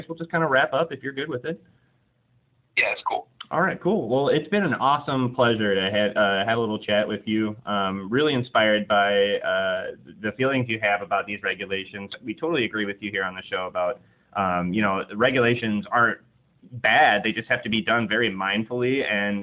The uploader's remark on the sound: In this episode we have a phone call with forager, chef, and author